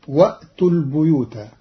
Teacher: قرأ قالون كلمة البيوت بكسر الباء لأن بعدها ياء، والكسر من جنس الياء